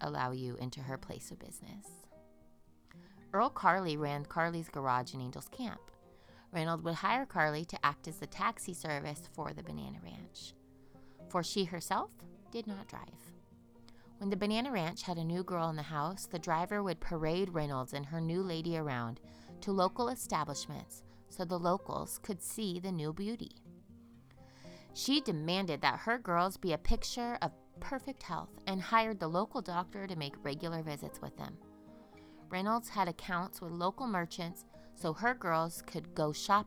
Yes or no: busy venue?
no